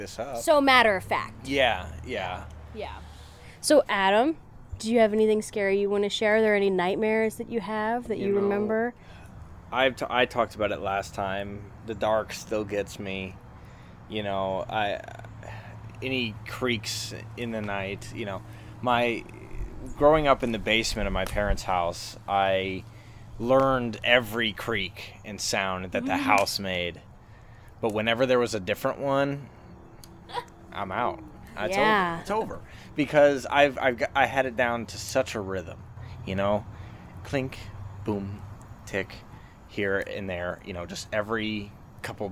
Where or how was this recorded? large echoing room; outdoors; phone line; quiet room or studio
outdoors